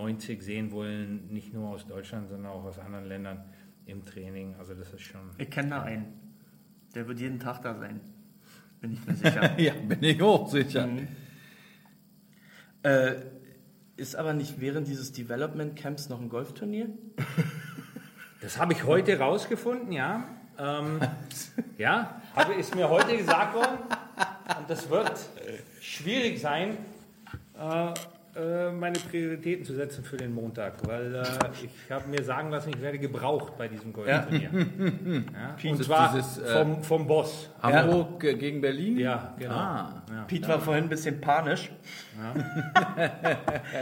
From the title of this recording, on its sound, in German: Der Livepodcast